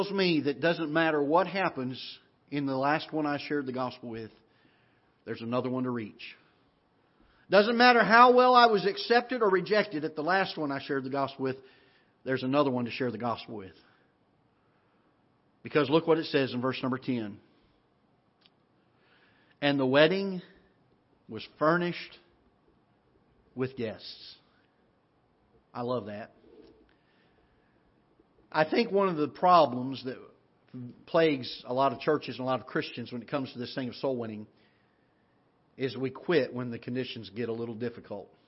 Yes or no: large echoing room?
yes